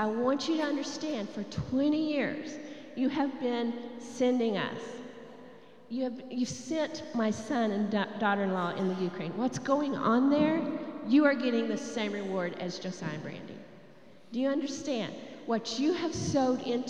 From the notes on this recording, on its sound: Recorded live during our Wednesday night service